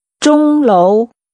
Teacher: Using high level and rising tones, say bell tower.